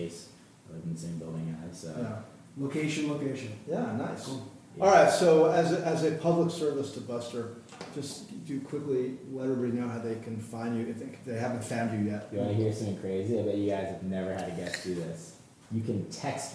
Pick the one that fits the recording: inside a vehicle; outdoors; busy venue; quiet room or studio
busy venue